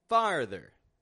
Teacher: We're lowering our jaw down, getting this ah, and then pulling back to the rr, and then a ther. Schwa R. Farther.